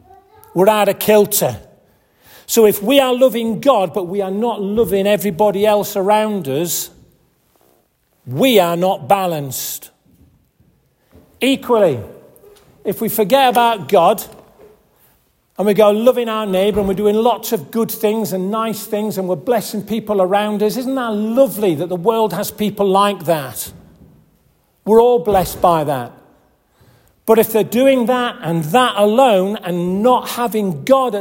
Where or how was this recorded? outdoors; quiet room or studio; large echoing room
large echoing room